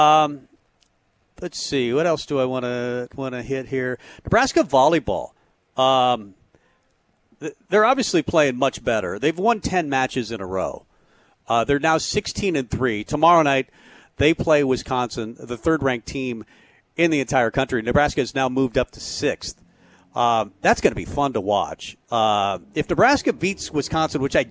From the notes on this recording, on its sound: Tailgate Tuesday live from Chick-Fil-A.